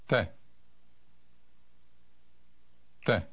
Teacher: It sounds a little like the beginning of the word take in English, but the slight H sound audible in English is absent in Czech.